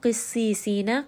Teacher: قَاف is going to be heavy and سِين is light